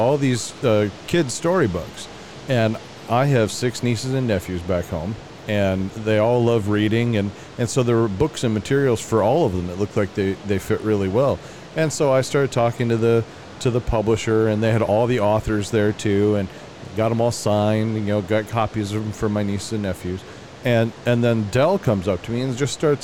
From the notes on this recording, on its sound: LIVE from NRB 2022!